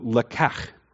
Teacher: So you've got just basically your k sound with the q and then the guttural k, choke your throat with the chayth. So lekach, actually accent on the lek